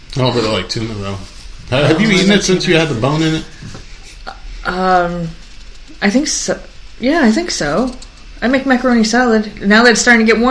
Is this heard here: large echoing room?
no